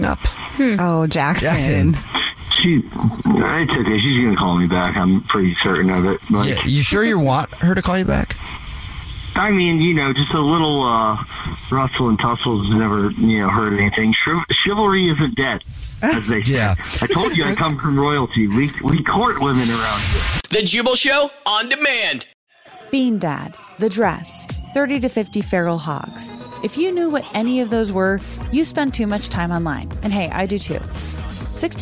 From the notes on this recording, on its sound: We get that other person on the phone to see why they're "ghosting". One of our listeners is one the phoen and is not getting a call back after a date he went.